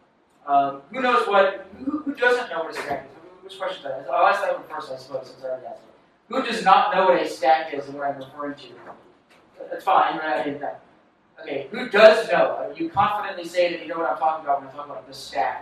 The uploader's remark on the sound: from the unwritten meetup in New York City at The Farm coworking and event space in SOHO